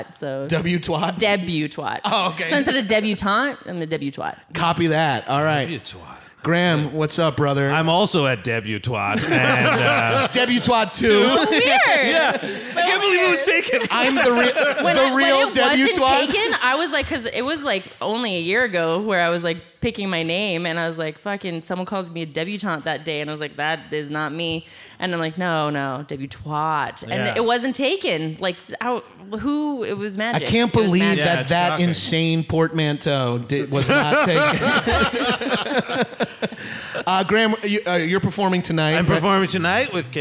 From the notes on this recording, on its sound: Recorded live at the YUKON COMEDY FESTIVAL.